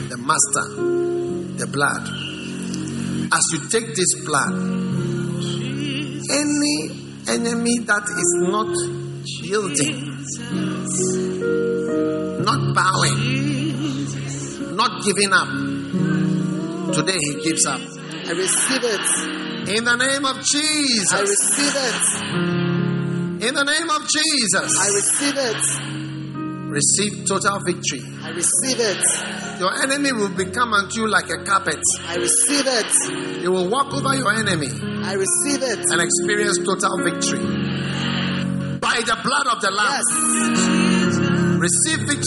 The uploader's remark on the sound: Preached at the First Love Center, Accra.